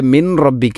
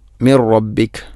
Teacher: ഇനി മിൻ റബ്ബിക്, ഇവിടെ മിൻ റബ്ബിക അല്ല, മിർ റബ്ബിക് എന്നാണ് പറയേണ്ടത്. സുക്കൂനുള്ള നൂനിന് ശേഷം റാ വന്നാൽ ഇദ്ഗാം ബിലാഗുന്ന · Shown in: second take · അവിടെ മണിക്കാതെ നൂനിനെ റായിലേക്ക് കൂട്ടി ലയിപ്പിക്കണം.